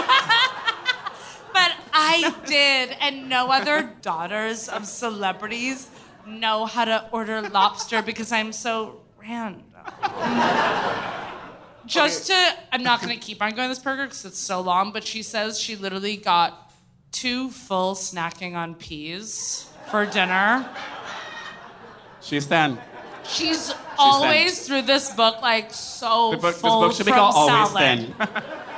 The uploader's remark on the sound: Live from SF